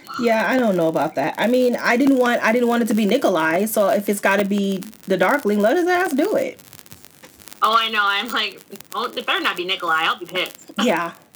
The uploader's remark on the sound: Apologies for the static; I don't know what that was